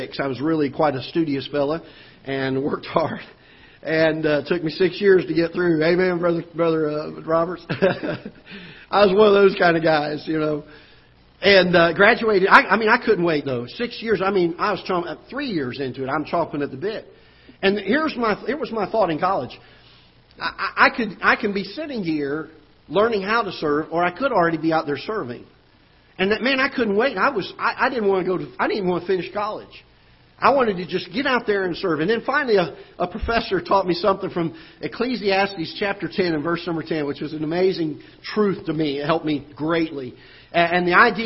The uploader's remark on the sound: Ketha Heights Baptist Church ~ Live Broadcast